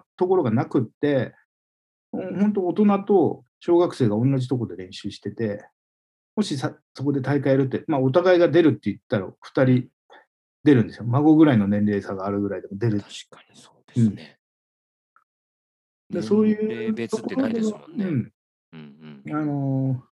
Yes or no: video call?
yes